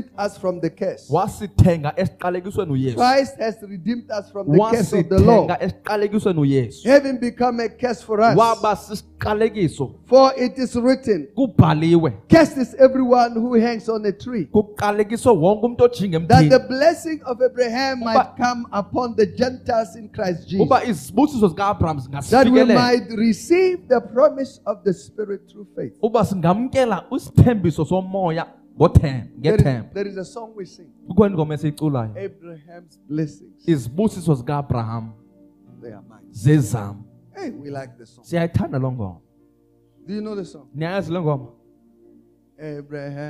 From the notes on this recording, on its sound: Message Preached in our Cape Town Campus, Parklands, Cape Town